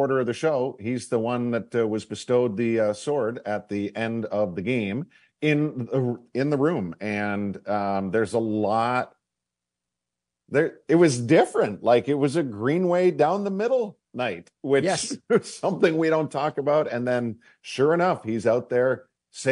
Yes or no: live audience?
no